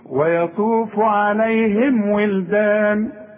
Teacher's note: دي ميم اظهار بنقفل فيها الشفايف وما بنغنش